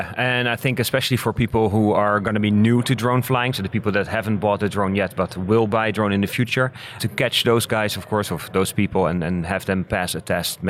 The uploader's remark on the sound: Live from 2019 FAA UAS Symposium.